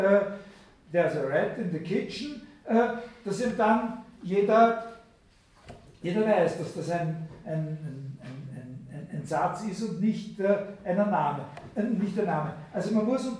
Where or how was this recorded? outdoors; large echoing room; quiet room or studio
large echoing room